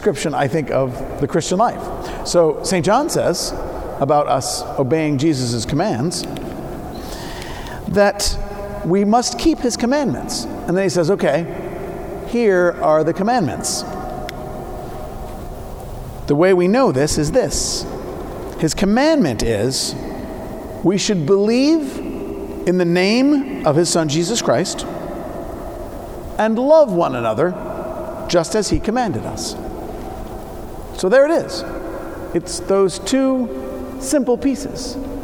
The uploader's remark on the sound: Preached at Saint Paul the Apostle Church, New York City on 1-07-19